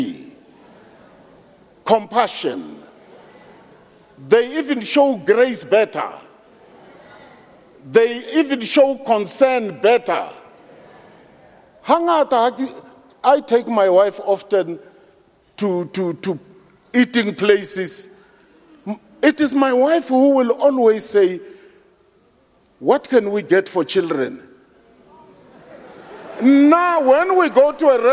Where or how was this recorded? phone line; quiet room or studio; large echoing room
large echoing room